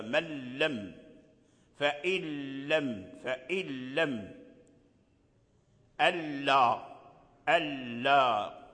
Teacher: النون رجع لام مشددة · Term: إدغام كامل